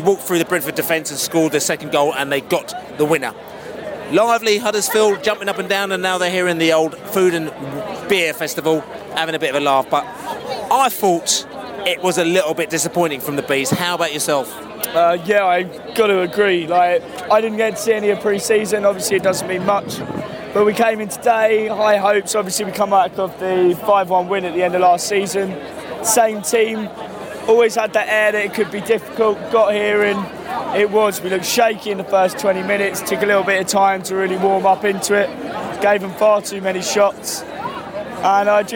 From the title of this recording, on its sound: Post-match podcast from the pub (in the street)